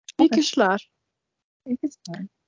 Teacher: It's an R, but a rolled R, so it sounds like an SH almost at the end, but it's just an R.